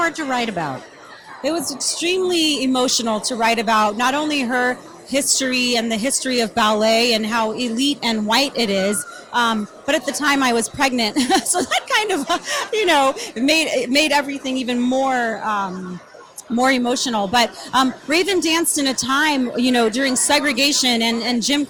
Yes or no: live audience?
yes